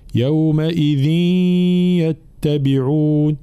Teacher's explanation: حكمها حكم التنوين هنا الإدغام مع الغنة، فلا بد من بيان الغنة